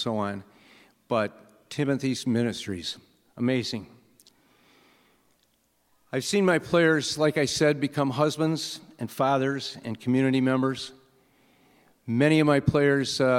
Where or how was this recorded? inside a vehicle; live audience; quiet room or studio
live audience